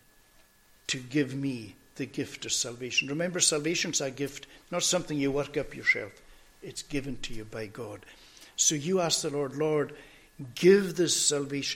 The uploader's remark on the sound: recorded at North Harris Free Church on the morning of Sunday 23rd October 2022